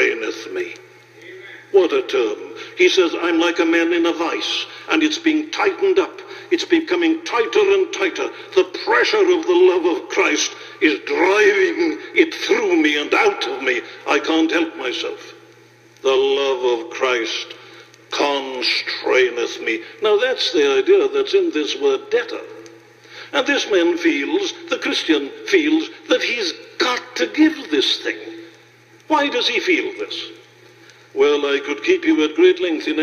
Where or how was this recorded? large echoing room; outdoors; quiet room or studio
large echoing room